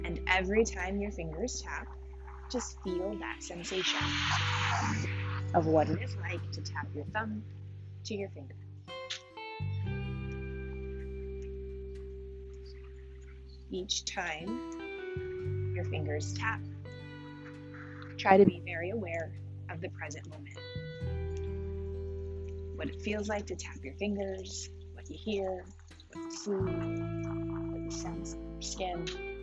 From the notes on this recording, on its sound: Recorded on a neighborhood walk, this episode has some ambient noise